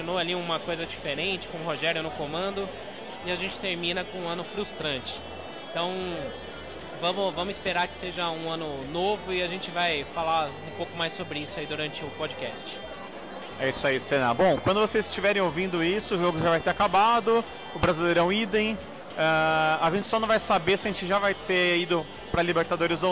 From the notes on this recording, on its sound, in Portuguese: Primeiro episódio gravado diretamente das arquibancadas do Morumbi!